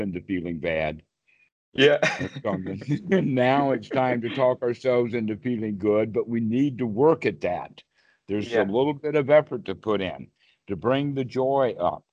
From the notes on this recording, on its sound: skype calls on this channel